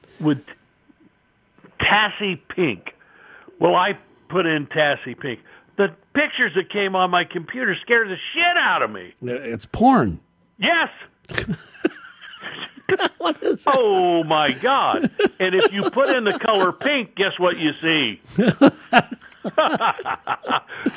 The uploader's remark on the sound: We take a phone call